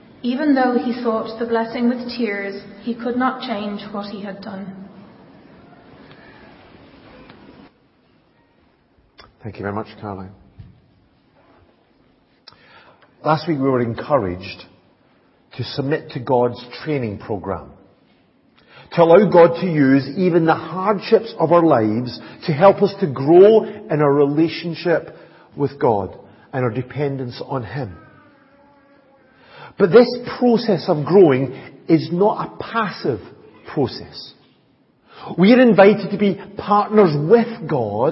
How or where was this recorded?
large echoing room